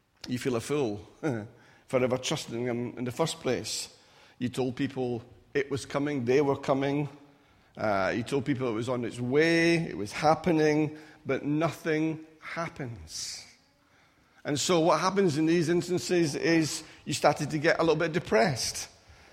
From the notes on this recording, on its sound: Recorded at freedomcentre church, Preston on Sunday 23rd July 2017